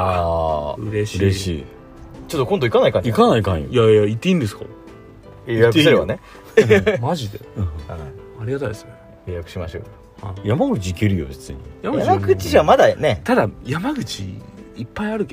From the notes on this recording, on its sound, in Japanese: 庭にマットを引いてたんですが、雨が降り出して車の中へ。金曜日の焚火会3人で収録しております。